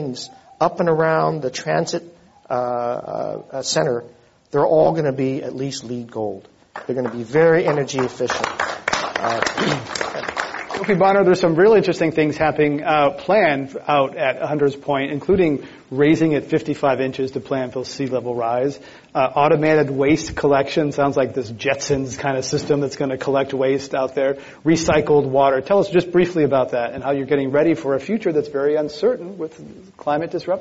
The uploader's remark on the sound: This program was recorded in front of a live audience at The Commonwealth Club of California on September 19, 2013